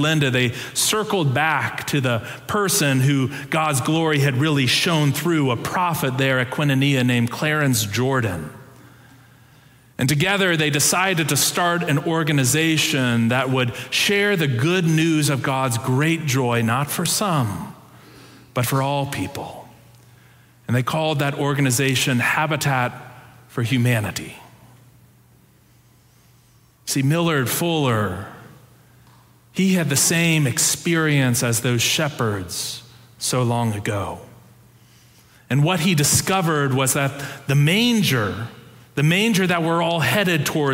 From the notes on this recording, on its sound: Preached on December 18, 2022, in our Sanctuary worship service.